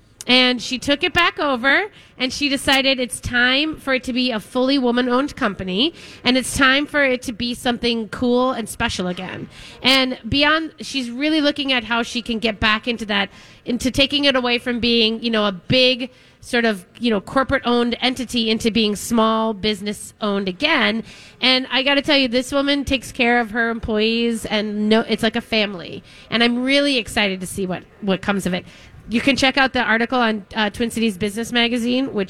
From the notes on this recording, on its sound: continue their live broadcast from Potluck in the Rosedale Mall